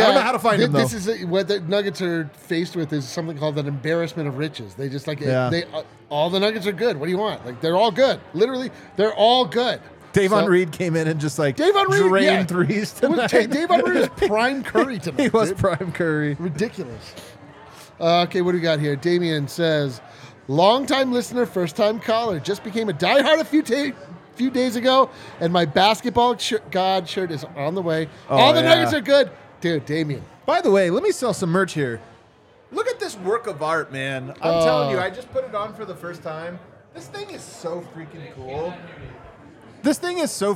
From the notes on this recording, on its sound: live from the Winner's Lounge at the DNVR bar